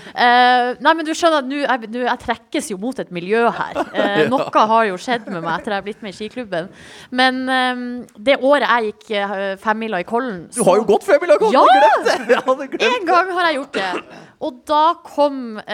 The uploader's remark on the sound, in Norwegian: Holmenkollmarsjen live fra Kikutstua. Spilt inn live på Kikutstua.